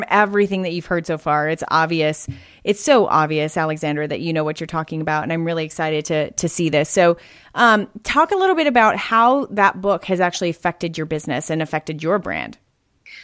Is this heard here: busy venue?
no